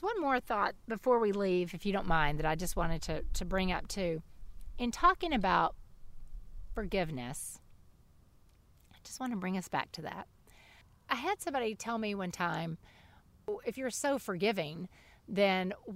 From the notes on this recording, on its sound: take their weekly visit outside